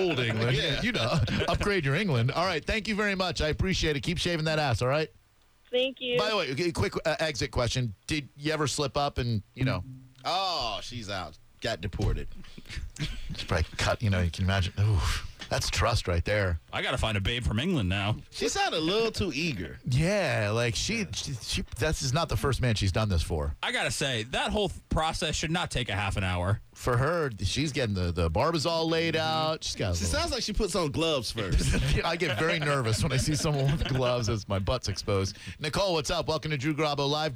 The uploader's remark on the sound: on the phone